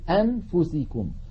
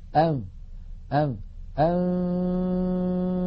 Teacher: لا لا أنا أتكلم لو أظهرنا النون عند الفاء نقول أنفسكم، ولكن عندما نخفي النون عند الفاء لا نفعل هذا، لا نقول أنفسكم وإنما نذهب من مخرج الهمزة من قولنا أ إلى تهيئة الفم مباشرة إلى مخرج الفاء فنقول أم أم أم. إذن الفم مهيئ على مخرج الفاء وينطق القارئ من أنفه غنة فقط · Shown in: second take · فإذا انتهى زمن هذه الغنة وزمنها غنة كاملة ممطوطة سنتكلم عنها بإذن الله في الحلقة القادمة عن أزمنة الغنن أنفو، فإذا وصل إلى الفاء نطق الفاء وليس معها غنة. · Term: الإخفاء